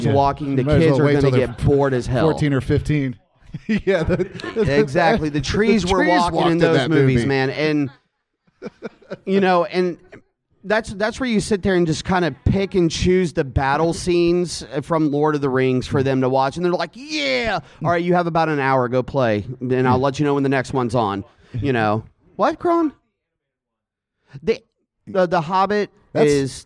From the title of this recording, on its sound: LIVE! at Galaxycon 2020